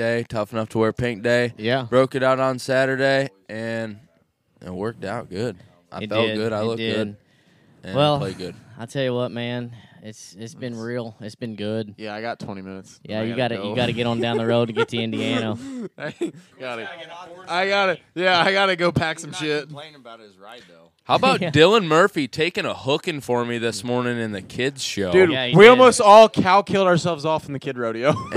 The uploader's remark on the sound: This is the first podcast recorded at a rodeo. Coming to you from Benton Rodeo.